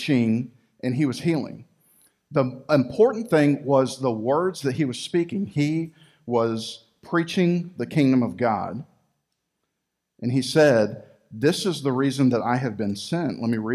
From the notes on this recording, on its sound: Recorded live at Freedom Fellowship Church in Tontitown, Arkansas on Sunday, January 31, 2021.